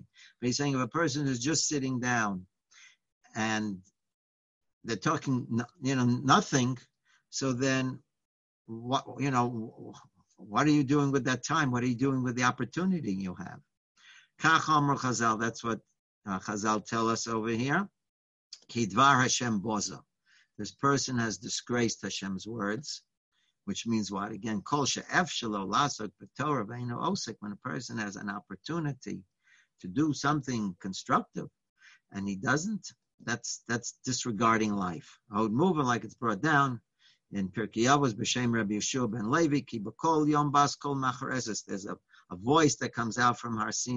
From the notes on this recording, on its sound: Live On Zoom.